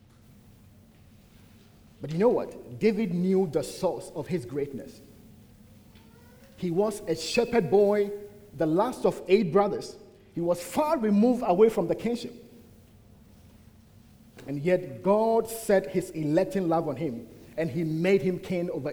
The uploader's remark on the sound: at the United Christian Church of Dubai